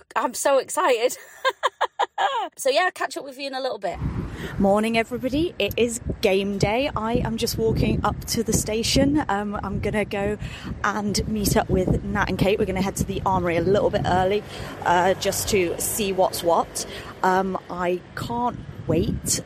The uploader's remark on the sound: an audio journey of the matchday experience with the Red and White AWFC - from the Armoury before the game to a post-match drink in the Tolly, and everything in between.